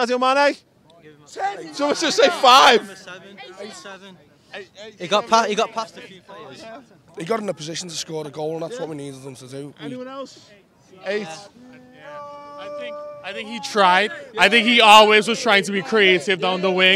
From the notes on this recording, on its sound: outside Anfield